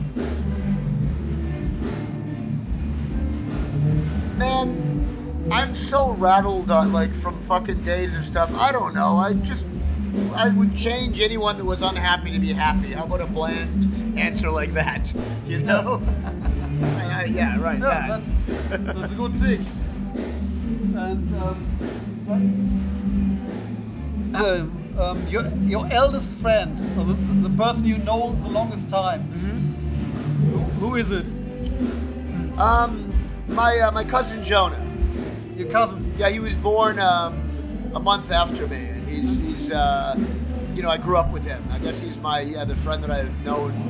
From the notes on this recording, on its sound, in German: als die Vorband bereits auf der Bühne stand